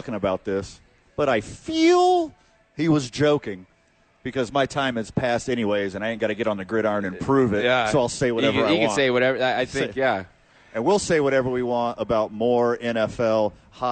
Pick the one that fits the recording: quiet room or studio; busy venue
busy venue